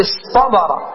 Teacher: تاء الافتعال رد طاء بعد حرف الإطباق